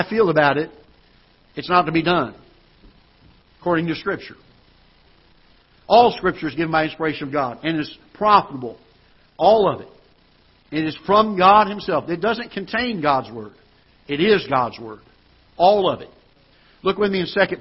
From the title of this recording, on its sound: Ketha Heights Baptist Church ~ Live Broadcast